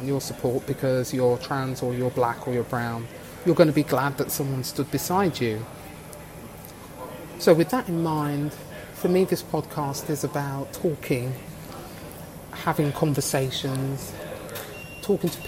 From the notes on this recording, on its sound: I recorded this episode in a coffee shop and as a result there may be a slight variation in sound volume.